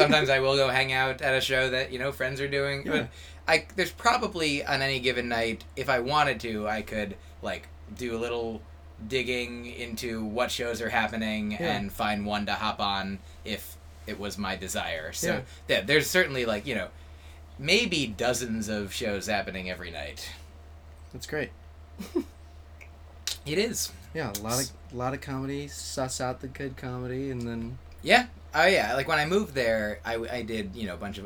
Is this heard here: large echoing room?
no